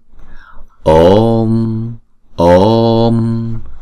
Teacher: chữ O là diphthong, chúng ta sẽ đọc hai nhịp rồi chúng ta mới đóng chữ O đó lại